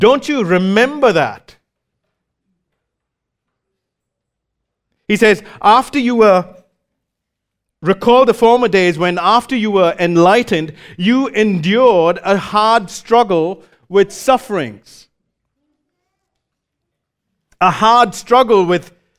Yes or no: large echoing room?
yes